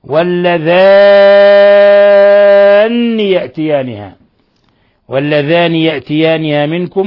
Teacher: المد المشبع هذا لأنه يكون هذا المد من قبيل اللازم، واللذان تشديد النون وإشباع مد الألف